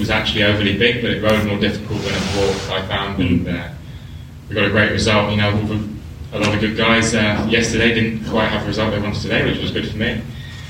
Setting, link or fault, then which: setting, busy venue